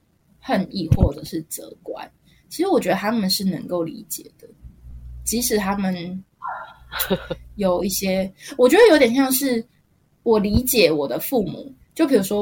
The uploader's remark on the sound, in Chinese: 目前沒有專業的設備所以音質不太好還請多包涵!下次會注意點滑鼠的聲音(掩面)。